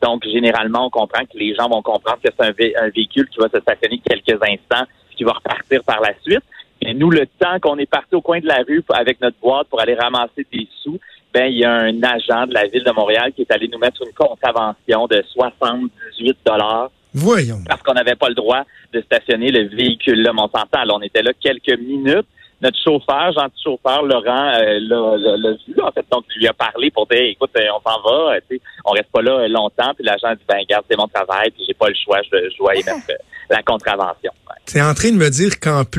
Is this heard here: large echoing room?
no